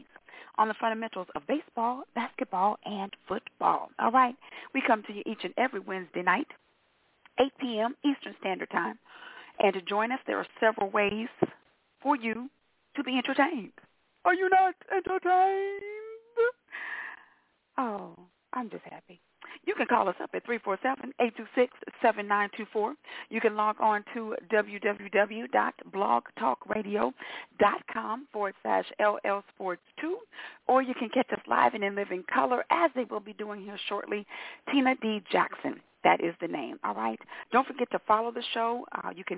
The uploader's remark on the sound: your phone calls